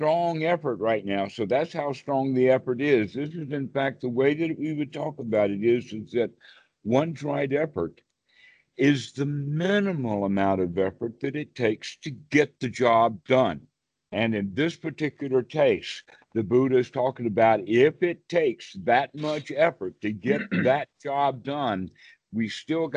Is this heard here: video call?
yes